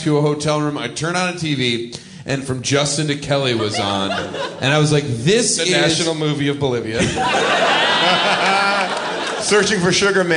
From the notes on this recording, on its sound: Recorded live at Largo in Los Angeles.